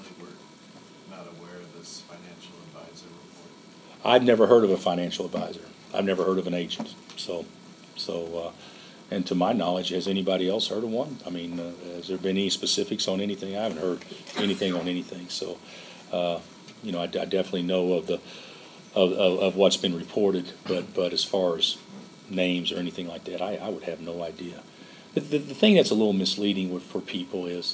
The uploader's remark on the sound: during a Monday afternoon press conference